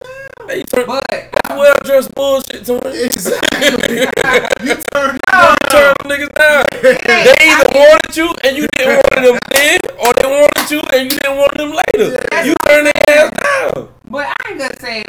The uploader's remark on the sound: Although Technical Difficulties occurred with the Audio, We kept recording. We kept pushing and discussing throughout the issue until it was fix at 26:06.